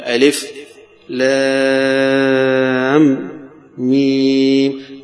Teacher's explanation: يقول ألف لام ميم، ويقف عليها هذا أبو جعفر لبيان إن هذه حروف وليست كلمة، ليست كلمة، يعني ما يدس الحد إنه يظن يقول ألم · Term: يسكت